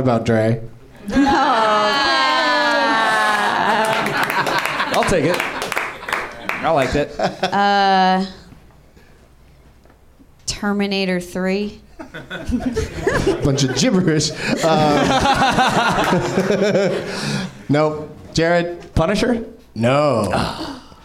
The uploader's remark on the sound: Live from the NerdMelt Showroom in LA